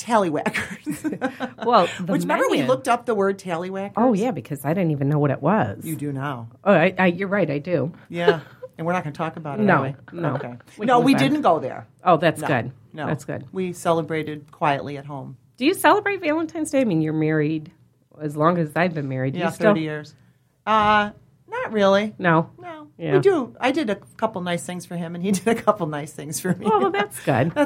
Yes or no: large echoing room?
no